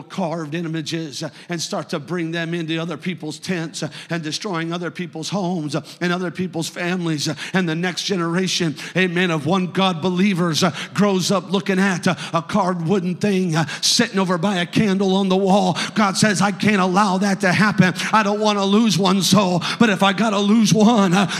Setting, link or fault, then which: setting, large echoing room